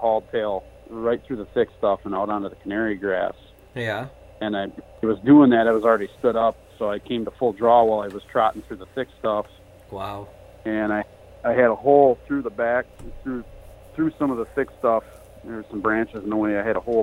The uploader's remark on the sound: LIVE recorded listener call-in show. Take calls from "THE community of public land hunting enthusiasts".